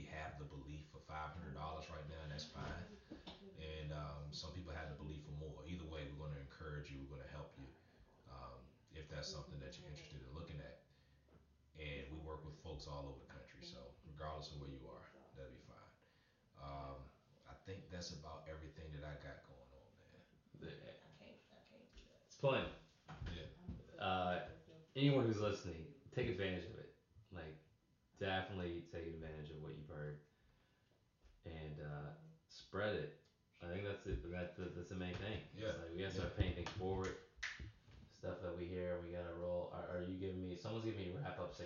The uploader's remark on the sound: Forgive the background noise. My Fiancee' was talking in the next room and I wasn't about to tell her to quiet down.